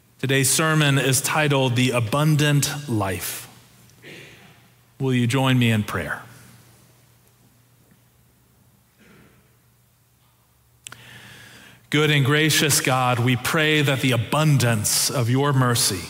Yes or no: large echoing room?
yes